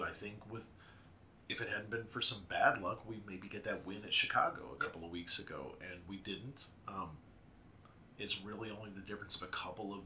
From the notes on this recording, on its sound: A technical issue resulted in softer-than-normal audio